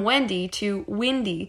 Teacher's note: when he says words with an e, epsilon sound, he pronounces it more with an I. Pen becomes pin, and my mom's name goes from Wendy to Windy.